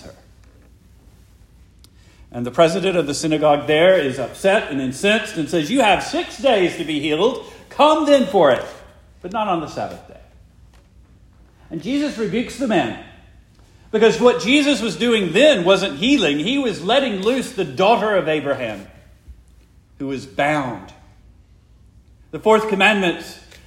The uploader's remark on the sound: Preached the morning of September 17, 2023, for the Heidelberg Presbyterian Church in Heidelberg, Mississippi.